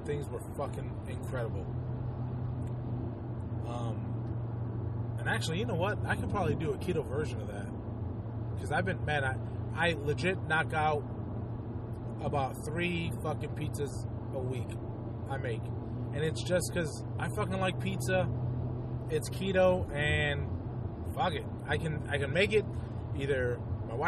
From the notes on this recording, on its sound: Just a quick carcast. (Well some I was driving).